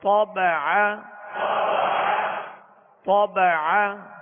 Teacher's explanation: طا کو پر پڑھیں گے اور عین کو درمیان حلق سے ادا کریں گے